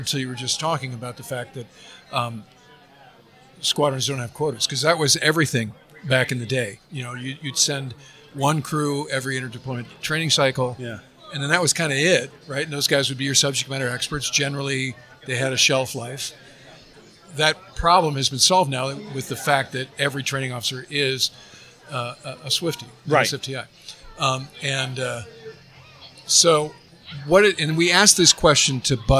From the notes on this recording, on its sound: Live from Tailhook.